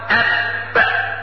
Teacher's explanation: بتجد ان الهواء وقف ساعة ما بتقطع الحرف · لان الباء تخرج من بين الشفتين والفاء تخرج الفاء من اطراف الثنايا العليا مع بطن الشفة ايه السفلى. · Term: الشدة